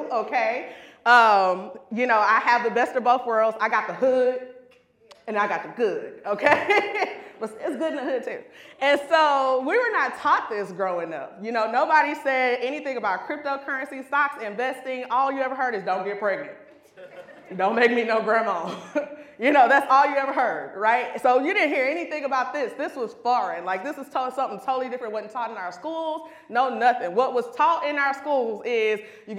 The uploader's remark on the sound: This was live at the Do The Most Conference 2022 in Dallas, TX.